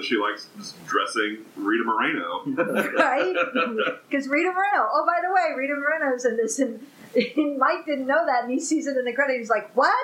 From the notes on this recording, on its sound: We apologize for the sound quality on this episode. The quality does improve as the episode goes on.